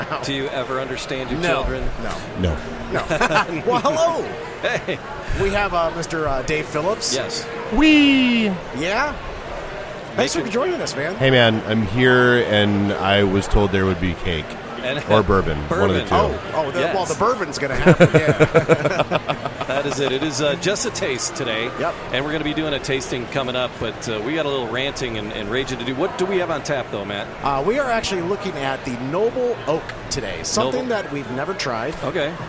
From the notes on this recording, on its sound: Live at Motor City Comic Con in the Podcast Detroit booth with Noble Oak Bourbon.